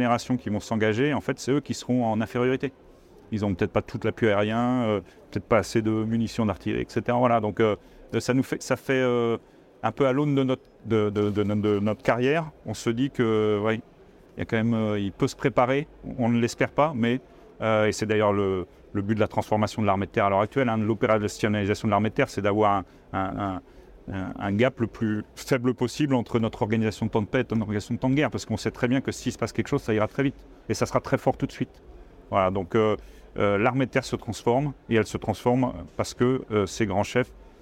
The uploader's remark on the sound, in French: Un épisode enregistré sur le salon Milipol à Paris.